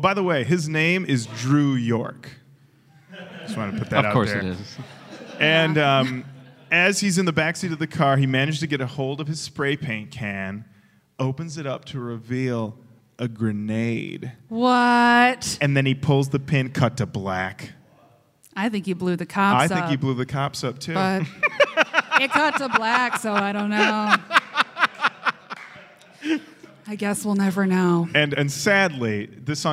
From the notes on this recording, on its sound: Recorded live at the 2018 Detroit Improv Festival.